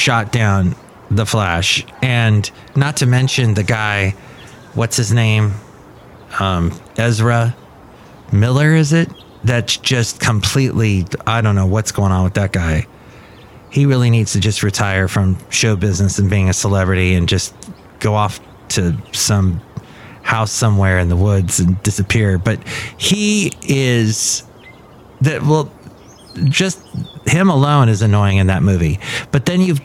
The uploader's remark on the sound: podcasts live from Café Anyway